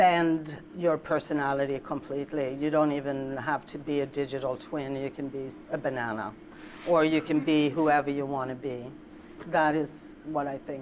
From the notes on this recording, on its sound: We revisit a live talk. Recorded at the inaugural Virtual Creatives Live event, co-hosted by Lynk & Co in Stockholm.